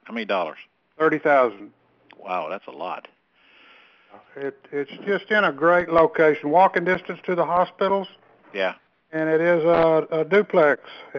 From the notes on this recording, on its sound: Q&A Call